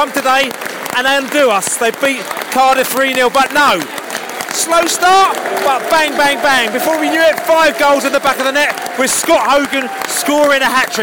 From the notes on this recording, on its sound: Post-Match podcast from the pub.